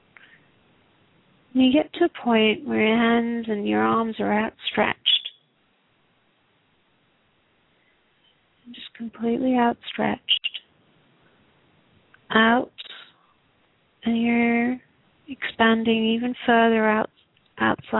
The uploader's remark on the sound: Takes your calls for healing live today!